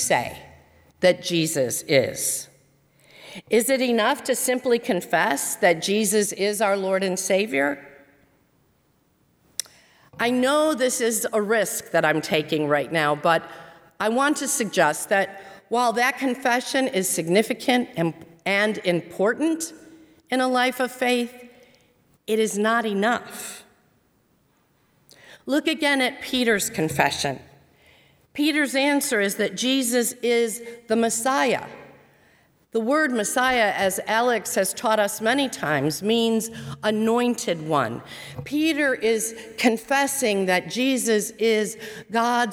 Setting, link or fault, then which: setting, large echoing room